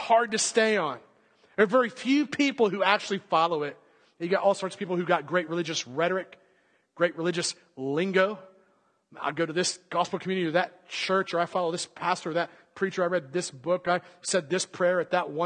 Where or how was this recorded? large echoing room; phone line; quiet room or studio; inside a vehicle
large echoing room